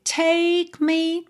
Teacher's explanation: percebe que o K fica bem sutil